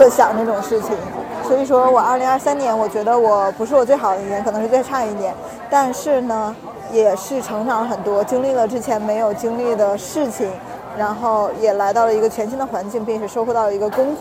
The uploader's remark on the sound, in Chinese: 本期是记录了圣地亚哥海边遛弯儿的实时感受，以及圣地亚哥机场背景音的，轻松幽默的一期对谈。如果背景音过于嘈杂引发不适，只能期待大家多包容啦。圣地亚哥海边边走边聊。